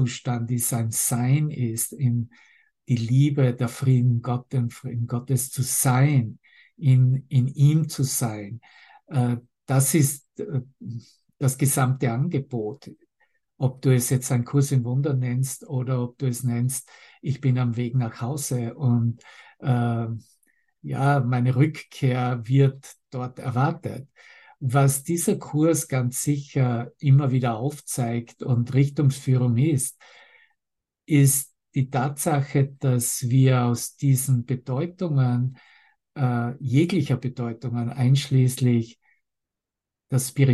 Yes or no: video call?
yes